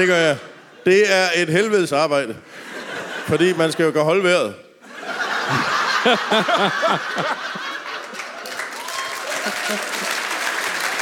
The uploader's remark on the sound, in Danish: LIVE fra Skive